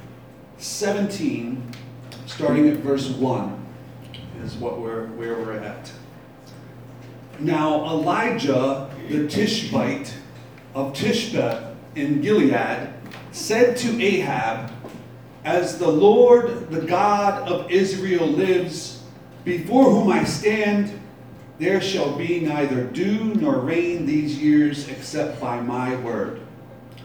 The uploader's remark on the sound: Live from Black Cloister Brewing Company.